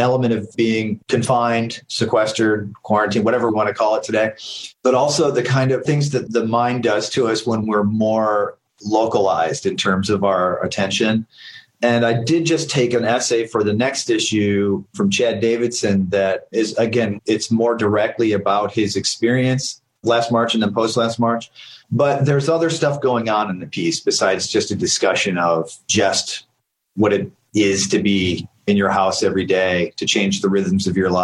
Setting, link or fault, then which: link, video call